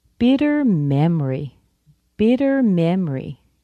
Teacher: the T in bitter is softened to a D, and the word memory is missing the O because of that R rule where the syllable disappears.